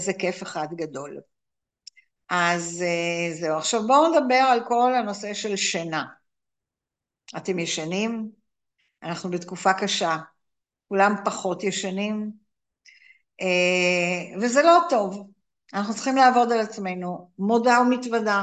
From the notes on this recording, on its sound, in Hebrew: הקלטה של הרצאת זום